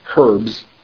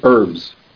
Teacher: The H is silent. That's the romantic influence. · Shown in: second take